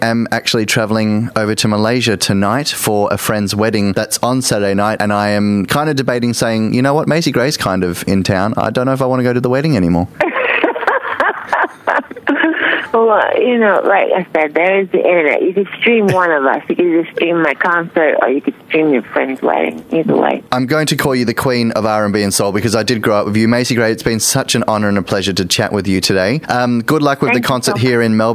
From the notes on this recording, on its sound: phone interview